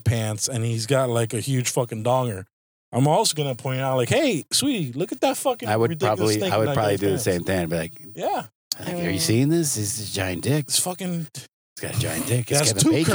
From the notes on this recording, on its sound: On this episode, we are in the car. Recorded at Thank You Miami.